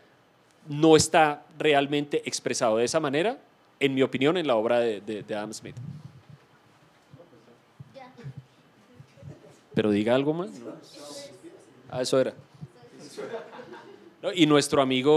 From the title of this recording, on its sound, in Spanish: en vivo en la Universidad de los Andes